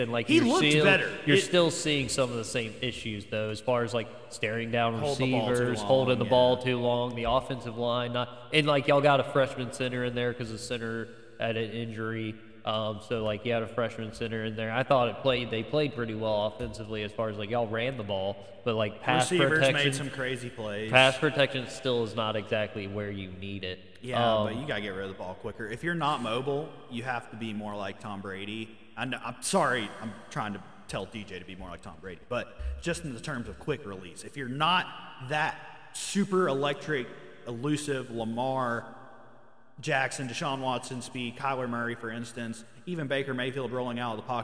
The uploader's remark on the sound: Sorry For The Echo!